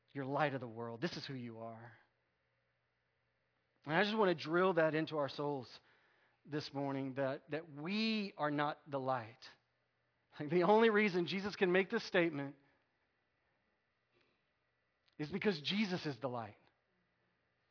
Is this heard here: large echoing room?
yes